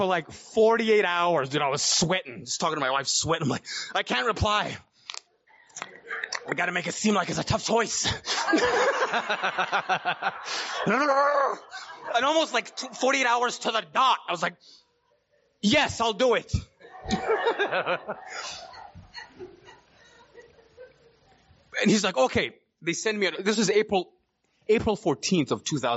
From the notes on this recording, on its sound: telling his story at the Northwest Fellowship of the Spirit Conference held last year in September of 2023